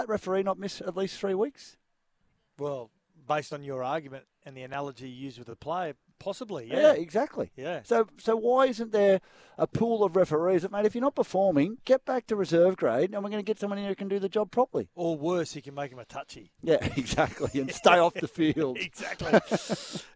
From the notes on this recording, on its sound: live at Treasure Island Caravan Park